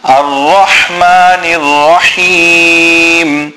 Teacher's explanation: the ra is full mouth and the ha is a big ha center of the throat